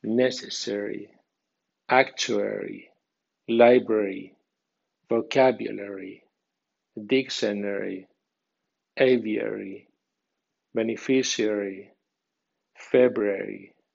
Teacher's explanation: La terminación ARY con acento medio suena airy, no ari.